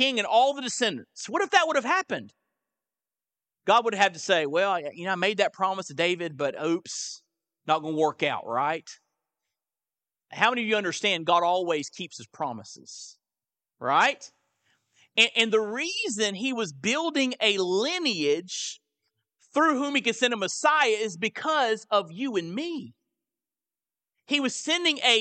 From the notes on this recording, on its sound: live sermons from First Baptist Church in Fort Walton Beach, Florida